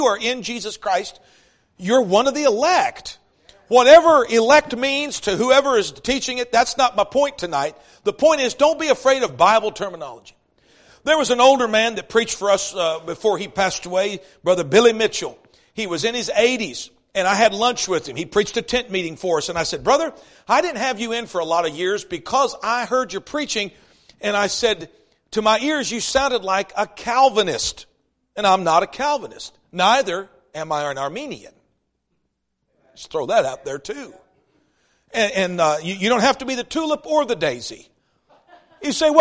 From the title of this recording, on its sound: East River Baptist Church Revival Service